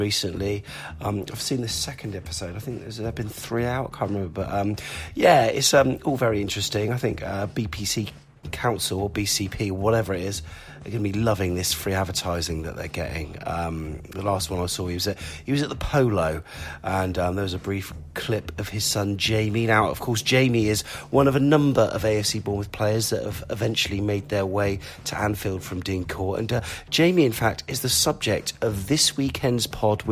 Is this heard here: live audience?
no